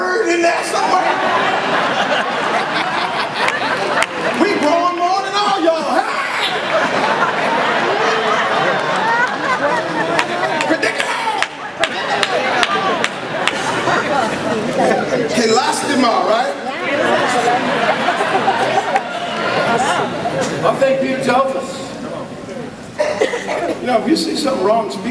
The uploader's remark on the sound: sermon at the NECC 2011 held in Boston, MA.